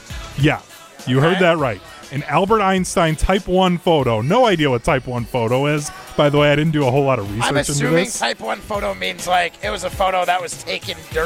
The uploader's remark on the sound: live from Lake Windsor Country Club